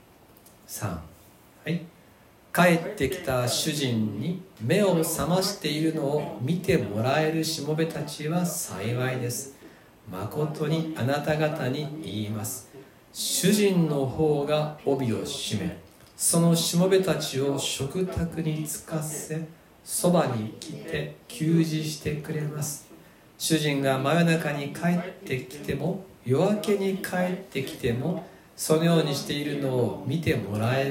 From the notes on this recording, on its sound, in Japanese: 2020/08/16吉備教会礼拝メッセージ録音